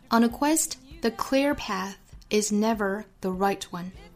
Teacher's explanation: QU 的字母组合中间有一个小的 w 的发音 · 要注意前半句 on a 里面的 on 和 a 之间的连读，要把这个 n 的音带出来